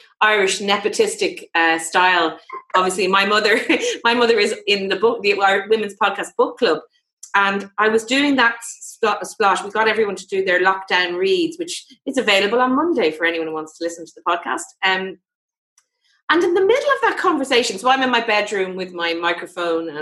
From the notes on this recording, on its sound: This episode is the live recording taken from the first ever Zoom event for The Women's Podcast. On Zoom for a virtual get-together.